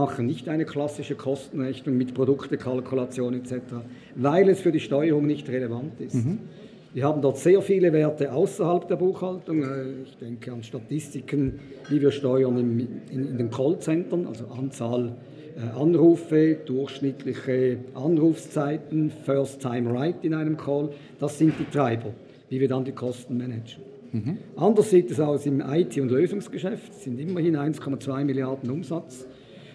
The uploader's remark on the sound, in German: im Interview auf dem Congress der Controller 2019